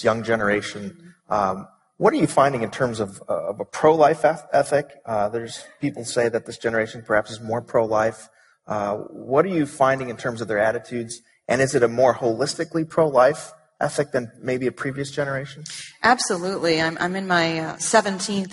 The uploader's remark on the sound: At the 2016 Evangelicals for Life conference.